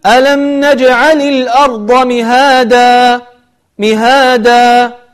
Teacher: عندما تقف على التنوين المبدل التنوين بالفتح فإنك تبدله إلى ألف وتقف عليه بمقدار حركة.